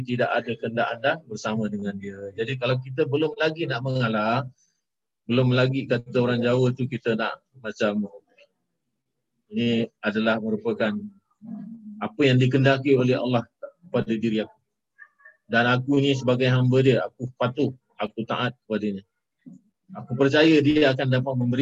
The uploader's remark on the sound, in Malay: Rakaman zoom pada setiap Jumaat 8 mlm (waktu Singapura)